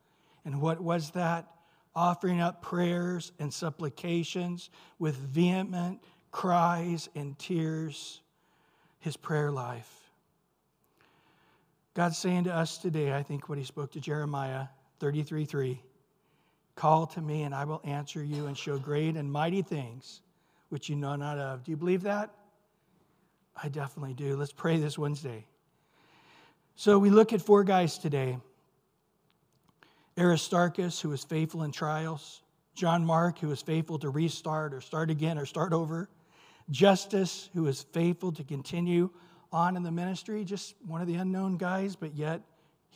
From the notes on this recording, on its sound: Recorded at Calvary Chapel of Los Alamitos.